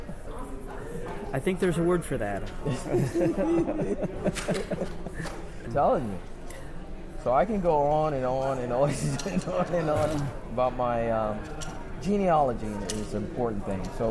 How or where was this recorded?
busy venue